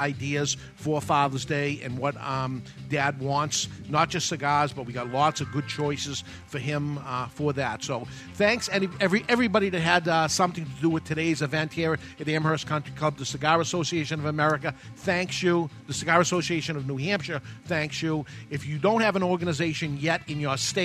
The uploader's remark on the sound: Live from the CANH Golf Tournament (Cigar Association of NH)